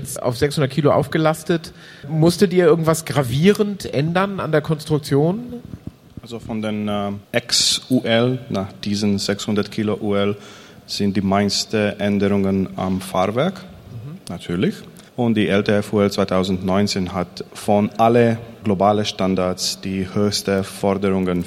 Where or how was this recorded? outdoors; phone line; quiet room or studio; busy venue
busy venue